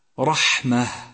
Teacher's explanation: ثالثا، لاحظ كيفية همس الحرف في وسط الكلمة، كما في كلمة رحمة، تهمس الحاء لضعف الاعتماد عليها في مخرجها. وفي حال الوقوف على هذه الكلمة لابد لك من إظهار همسين، همس الحاء وهمس التاء المربوطة التي صارت هاء عند وقوفك عليها